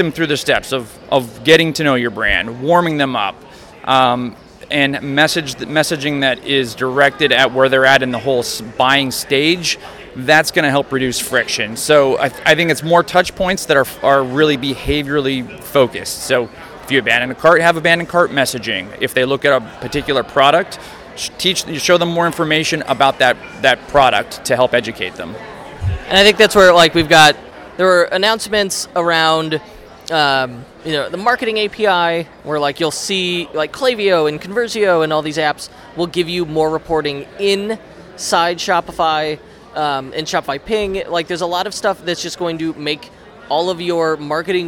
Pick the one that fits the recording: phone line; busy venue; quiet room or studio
busy venue